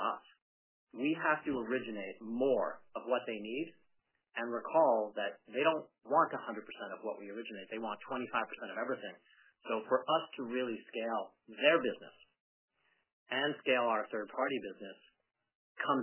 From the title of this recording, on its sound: Earnings Conference Call